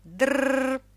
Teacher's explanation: Тра, тро, тру. Следите за тем, чтобы звук «р» был звонким.